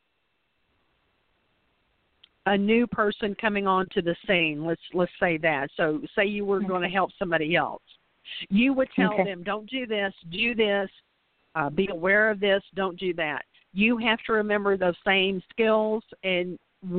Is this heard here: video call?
no